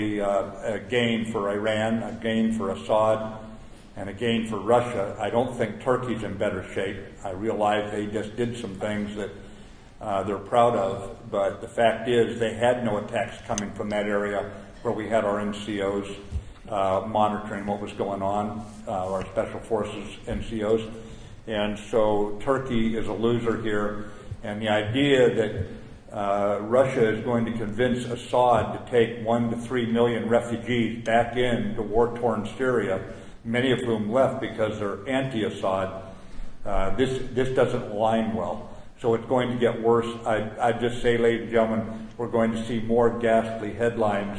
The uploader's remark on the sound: at the Combat Development Dinner